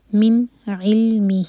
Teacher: نون کو کلیئر پڑھیں گے اور ٹائم نہیں دیں گے · اس کے بعد ہے حروف حلقی عین، اس لیے من علمہ، لام پر سکون تو لام پر جھٹکا نہیں ہوگا، علمہ ہی چار حرکہ لمبا ہوگا، یہ ہے مد صلہ کبرا. · Term: اظہار